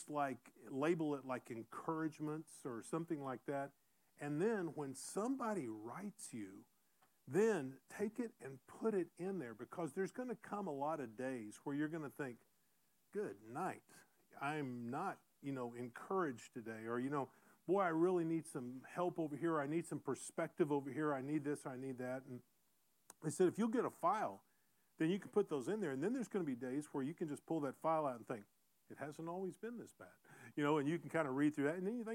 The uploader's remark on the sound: Recorded in SGM 101.